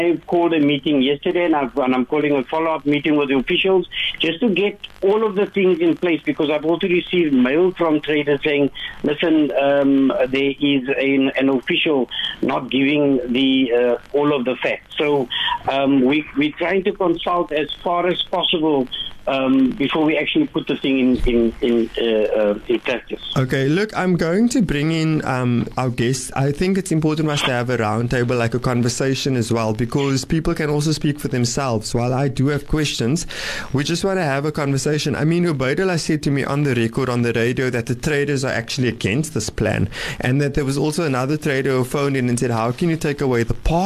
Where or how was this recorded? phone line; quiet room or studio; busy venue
phone line